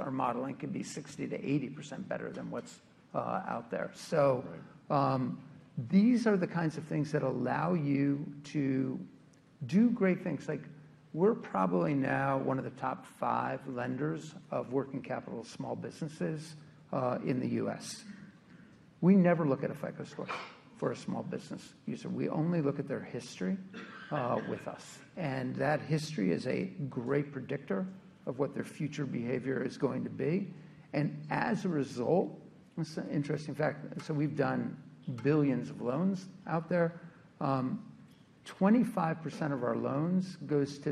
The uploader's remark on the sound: At the recent RBC Capital Markets Technology, Internet, Media and Telecommunications Conference in New York City.